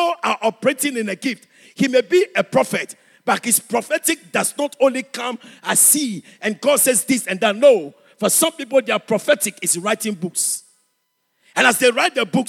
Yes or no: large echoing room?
yes